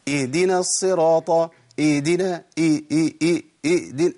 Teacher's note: او اسمعوا النطق الخطأ الثاني، اهدنا الصراط، اهدنا اهدنا، كأني بعمل ايه؟ كأني بأبدل الهاء بهمزة